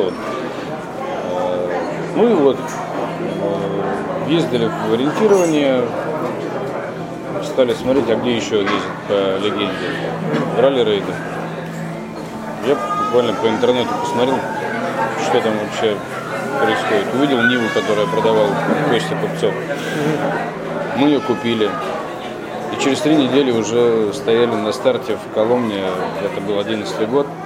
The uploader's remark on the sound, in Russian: был записан в одном из московских кафе